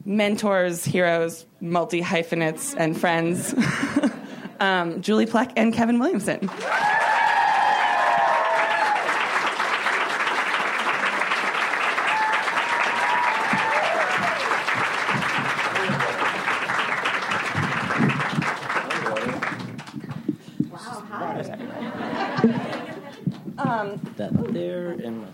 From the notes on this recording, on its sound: Recorded at ATX Television Fest in June 2015.